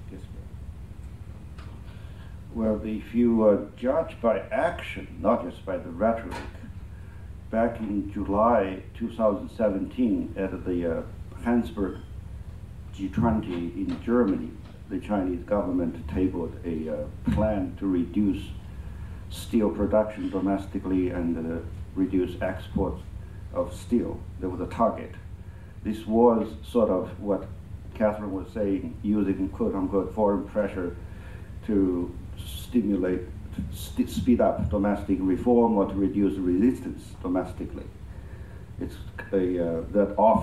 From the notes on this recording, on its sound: Recorded at the annual Forecast of China’s Economy for 2019, hosted by the National Committee on U.S.-China Relations and Peking University’s China Center for Economic Research, at the Citigroup Center. An expert panel.